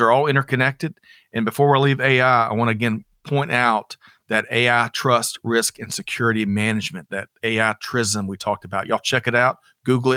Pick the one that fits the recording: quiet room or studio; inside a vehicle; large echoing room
quiet room or studio